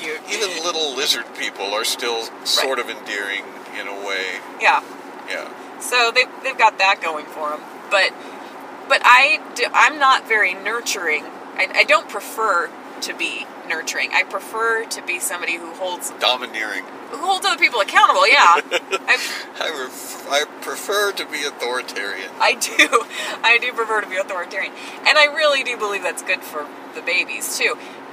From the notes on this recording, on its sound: Are in the car. Our GPS made the recorder glitch between the 13:00 and 14:00 minute mark...